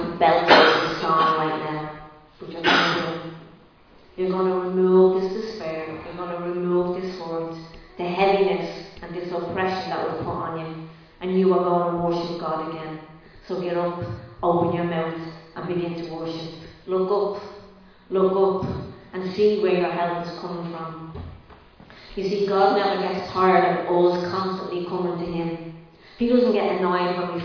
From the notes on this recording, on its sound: Recorded live in Liberty Church on 3 April 2022